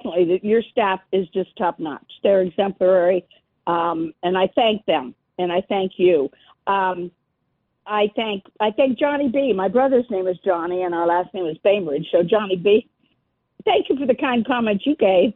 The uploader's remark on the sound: we continue with more of your phone calls